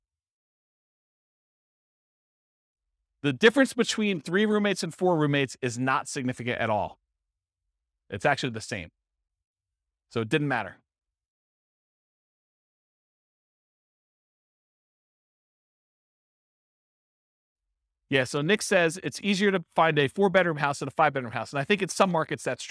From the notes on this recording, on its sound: This was a live class recorded